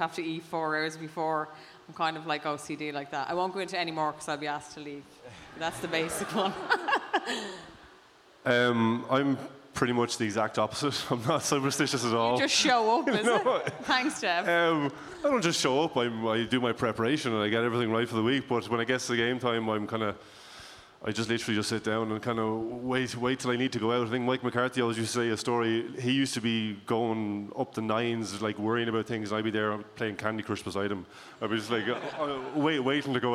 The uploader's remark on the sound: Special live show. We’ve recorded with a live audience at Dublin’s top sports bar, The Camden.